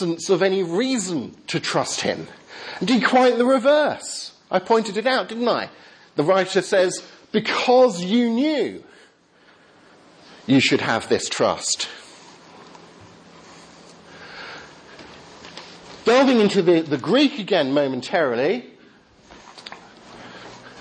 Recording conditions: live audience